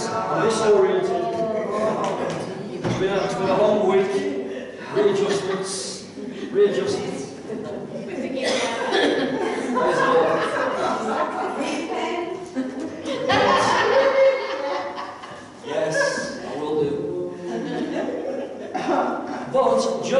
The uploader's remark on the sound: This is a live recording of the bible study, so at times audio quality may be low